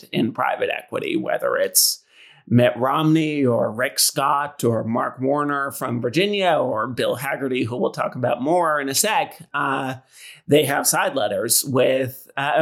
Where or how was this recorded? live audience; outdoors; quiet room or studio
quiet room or studio